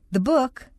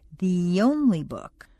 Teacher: The schwa of the turns into a long e plus a connecting y. · Shown in: second take